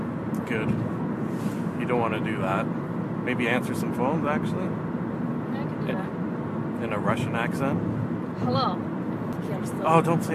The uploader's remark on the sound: Audio quality is not up to my usual standards since if I edited out the "car sounds" like I usually do you can not hear